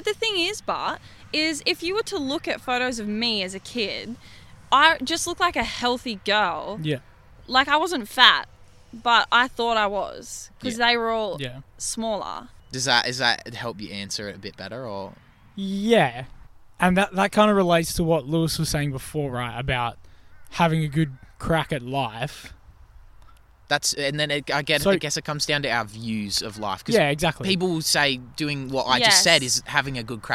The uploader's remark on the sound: we filmed this episode outdoors, so sorry if theres some background noise